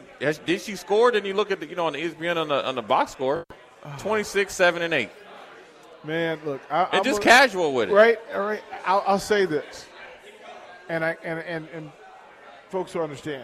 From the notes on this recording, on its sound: LIVE from Mary Ellen's